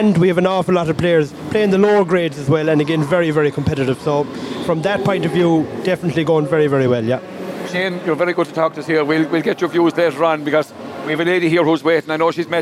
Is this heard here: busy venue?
yes